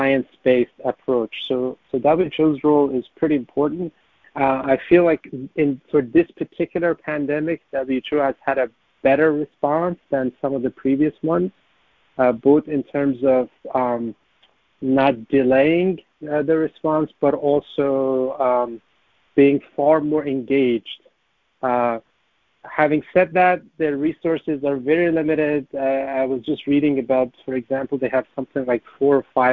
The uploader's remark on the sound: The Turkish Heritage Organization hosted a teleconference